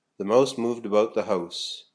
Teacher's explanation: Now, this type of pronunciation is sometimes referred to as Canadian raising. It's a tendency of many Canadian speakers to pronounce diphthongs like ow and I by starting the vowel sound a little bit higher in the mouth